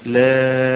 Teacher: لكن في اللام تمد مدا طويلا، لام ست حركات مثل هذا تقريبا هذا القبض الأصبع أو بسط الأصبع، هذا شيء تقريبا.